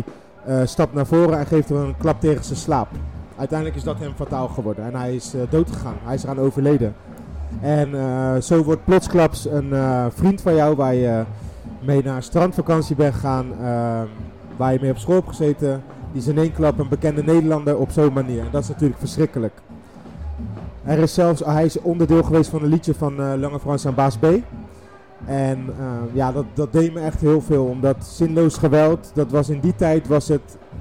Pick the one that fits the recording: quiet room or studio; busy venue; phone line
busy venue